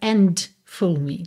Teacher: você não ouve esse D com clareza